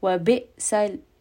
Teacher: hamza with a sukun, is going to have jahr. There is going to be a jerking sound. The sound is abruptly going to stop. Wa bi'sa. So here, make sure you have a little bit of that jerk.